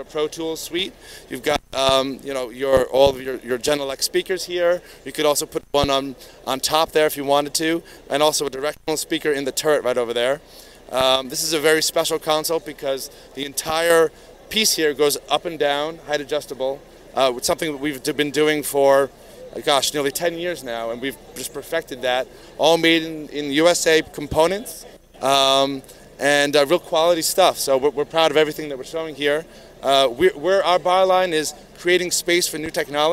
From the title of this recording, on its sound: NABShow Video Interview